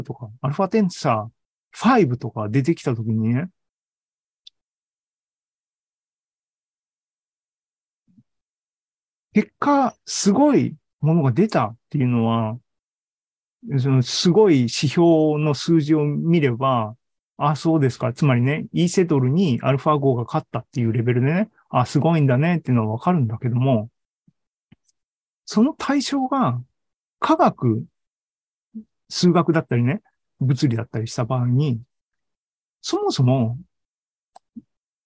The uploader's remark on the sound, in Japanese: ２０２２年１０月２６日に開催した ZOOMライブの模様です